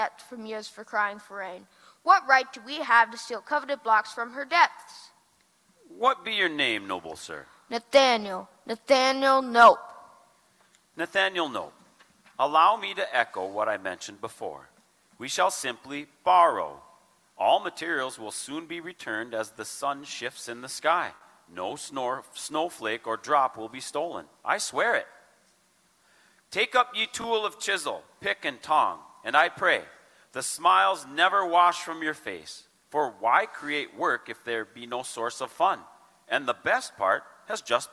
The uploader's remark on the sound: LIVE from the Holmes Theater in Detroit Lakes